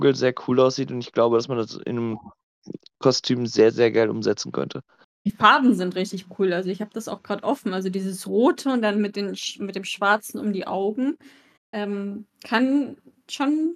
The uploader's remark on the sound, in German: Bitte entschuldigt den Ton während der Folge